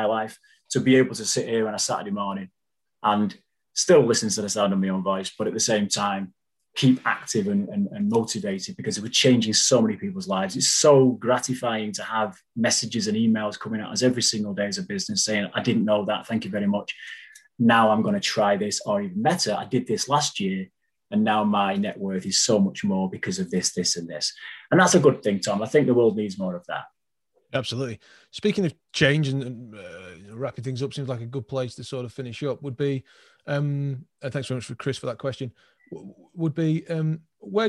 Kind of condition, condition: link, video call